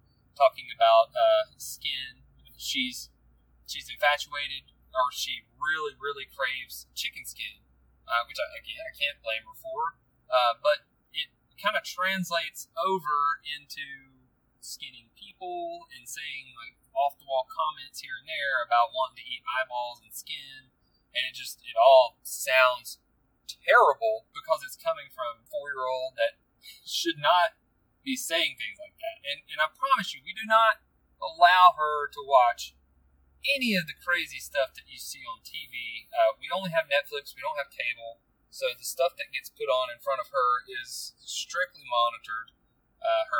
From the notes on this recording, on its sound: Sorry about the background noise on this one. It was recorded on my bluetooth and although I would rather record at home I haven't had the opportunity to do so in far too long.